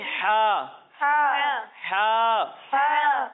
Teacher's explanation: جب ہم ہا کی ادائیگی کریں گے تو اسے حلق کے نچلے حصے سے پڑھیں گے، اور جب ہم ہا کی ادائیگی کریں گے تو اسے حلق کے درمیانے حصے سے پڑھیں گے. یعنی اسے پڑھیں گے ہا ہا ہا ہا، اور اسے پڑھیں گے ہا ہا ہا.